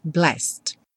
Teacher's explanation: O blessed vai direto também, do S direto para o D